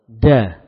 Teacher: Ya, posisi lisan, ujung lisan di gusi.